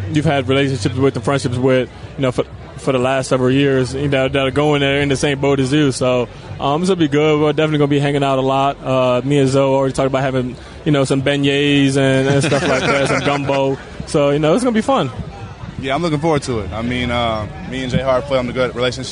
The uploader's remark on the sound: Live From The Red Carpet!